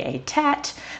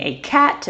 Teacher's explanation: They are saying the T sound, but they're trying to say the C sound or the K sound, the sound that's in the back. So like instead of saying a cat, this child might say a tat, these things like that. · Term: fronting